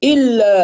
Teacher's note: الضغط على مخرج الهمزة عند منطقتها أقصى الحلق، أسمع صوتها هنا مع اهتزاز الأوتار الصوتية